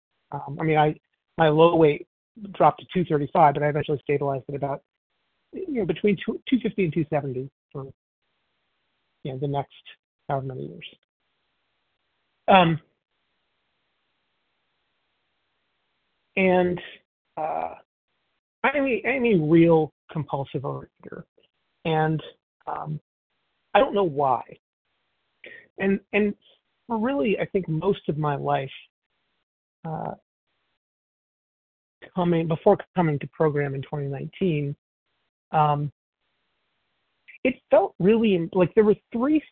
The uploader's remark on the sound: 100 Pounders Phone Meeting